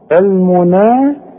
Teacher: يبقى هنمد مد طبيعي بمقدار حركتين